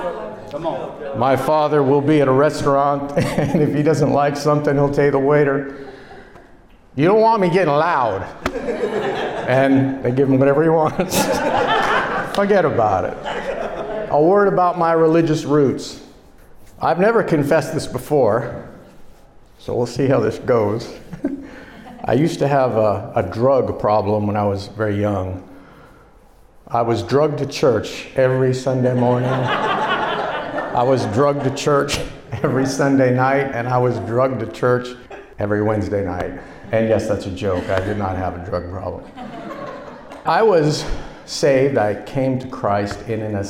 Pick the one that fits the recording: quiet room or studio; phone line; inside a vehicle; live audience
live audience